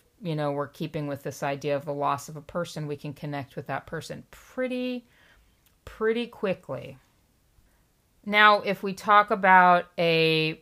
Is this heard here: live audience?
no